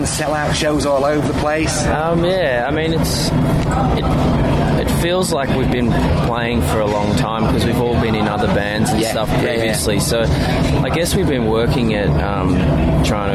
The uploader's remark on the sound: at Leeds Festival 2018